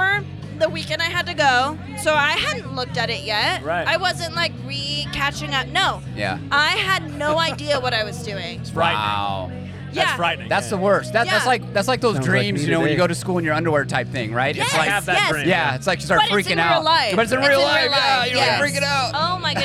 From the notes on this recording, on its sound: Not a normal episode - This cast goes live from Shaver Lake Brewfest. Join us behind the booth!